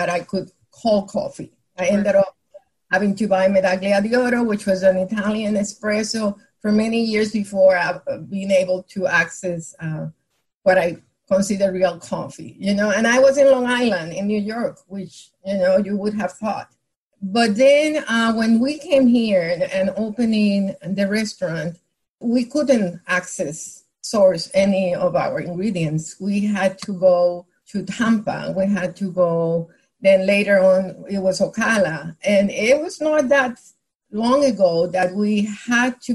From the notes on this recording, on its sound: This Zoom discussion was part of Conversations in the Neighborhood: Let’s Talk about Food , a discussion series presented by Florida Humanities, the University of Florida’s Center for the Humanities and the Public Sphere, and the City of Gainesville.